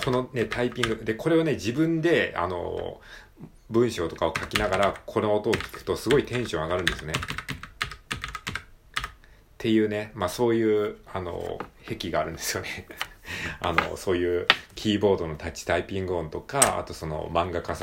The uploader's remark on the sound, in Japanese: 料理をしながら収録するの楽しいです。